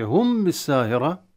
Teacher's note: تلامس في الشفتين في الميم عندما ننطق الميم عند الباء مع فتح الخيشوم بالغنة، تلامس وليس ضغط.